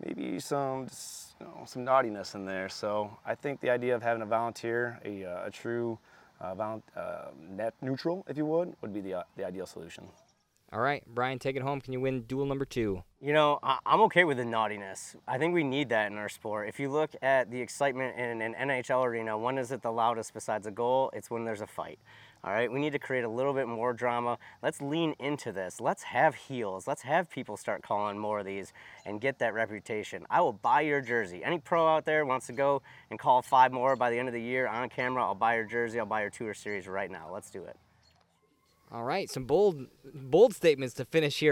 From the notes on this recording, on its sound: LIVE at Ledgestone. In the first in-person episode in show history, the panel heads to Lake Eureka's famous water tower.